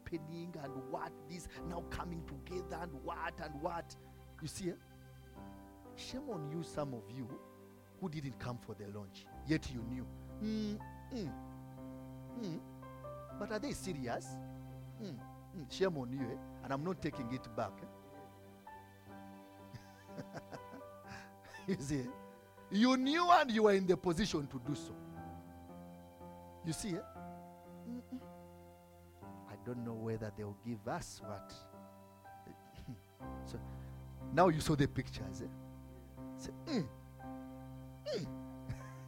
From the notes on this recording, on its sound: From the Limitless Worship Fellowship.